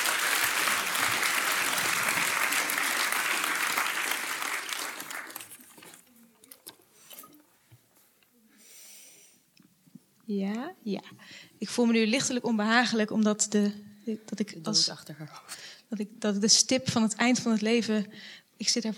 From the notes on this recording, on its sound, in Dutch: Theater en gesprek tijdens Denkwerk Festival. De Lindenberg. Radboud Reflects en Faculteit der Filosofie, Theologie en Religiewetenschappen van de Radboud Universiteit.